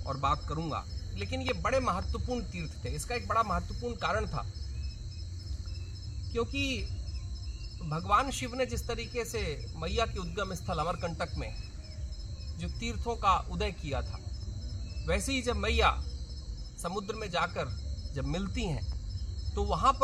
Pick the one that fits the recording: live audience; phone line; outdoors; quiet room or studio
outdoors